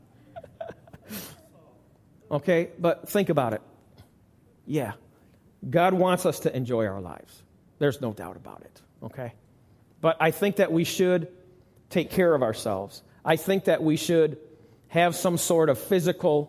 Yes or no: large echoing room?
yes